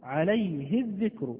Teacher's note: مد الصلة الصغرى هنا ألغي لأن الهاء هاء الضمير وقعت بين ساكنين